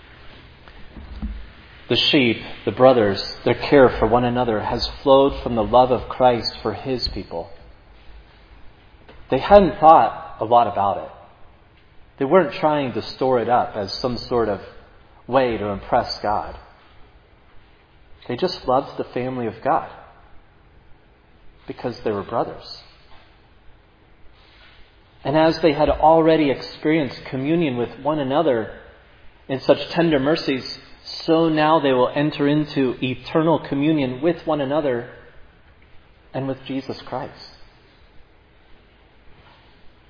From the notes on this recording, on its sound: preached at Providence Church on Sunday, May 29, 2022